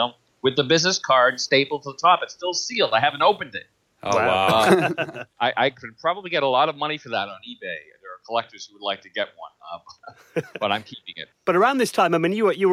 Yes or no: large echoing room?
no